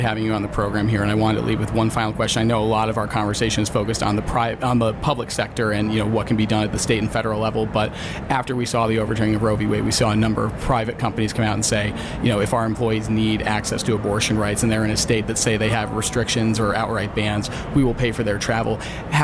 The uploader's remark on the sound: Recorded at HLTH in Las Vegas. In this mini episode of the podcast recorded at HLTH in Las Vegas.